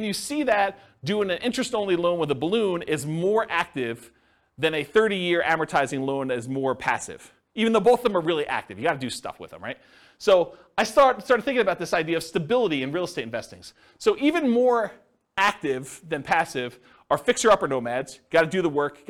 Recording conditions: live audience